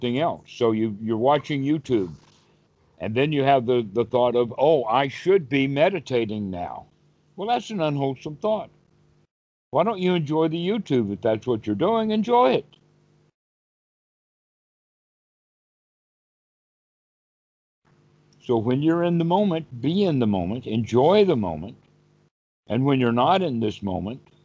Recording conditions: video call